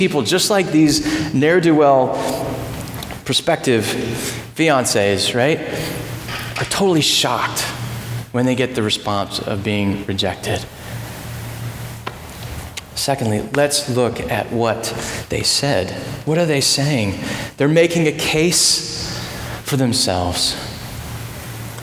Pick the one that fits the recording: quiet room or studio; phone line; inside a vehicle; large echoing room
large echoing room